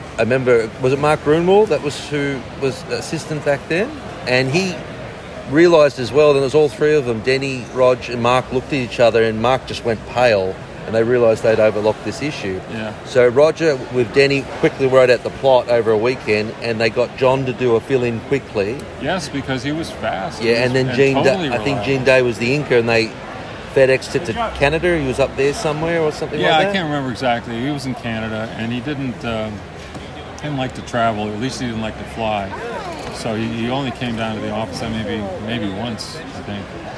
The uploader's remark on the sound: Live from Terrificon in New York.